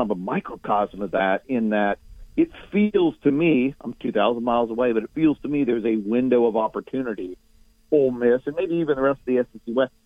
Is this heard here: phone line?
yes